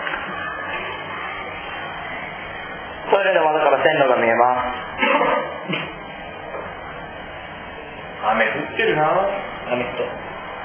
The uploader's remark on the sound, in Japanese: 今回は学校のトイレでの出張版Rookieです。今回は、なんと学校での収録です！！ICレコーダーを購入した。収録場所などの関係もありノイズが入ってますが、大目に見てやってください。